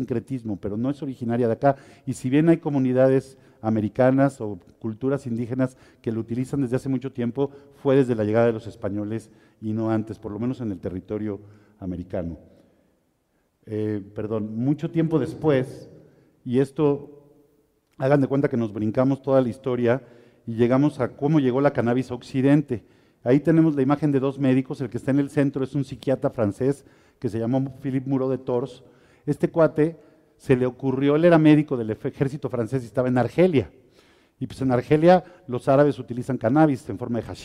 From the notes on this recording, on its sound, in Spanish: en vivo desde la Expoweed Mexico, La feria del Cannabis en América, México Otoño 2021.